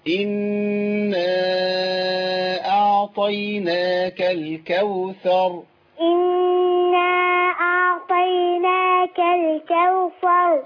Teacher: خدي بالك من النون اللي عليها شدة، نغنيها شوية